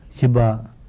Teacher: This is a palatal fricative